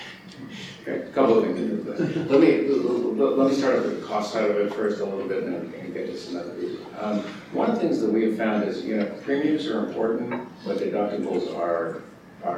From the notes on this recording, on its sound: at The Ripon Society's Annual Senior Staff Symposium on Leadership at Mount Vernon